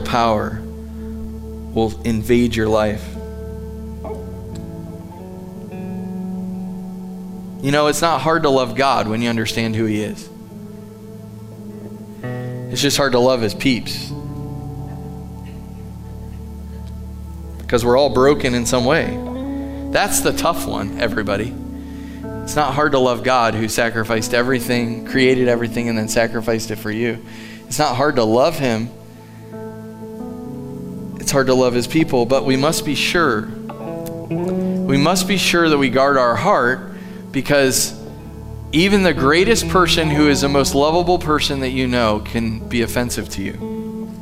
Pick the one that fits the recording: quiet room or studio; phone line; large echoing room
large echoing room